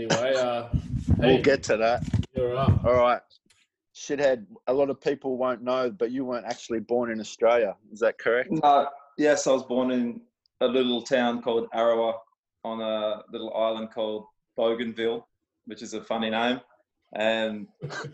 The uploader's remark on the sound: got on zoom together